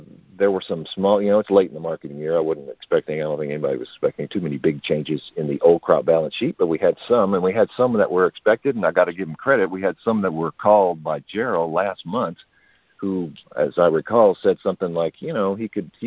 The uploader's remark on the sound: Monthly Conference Call.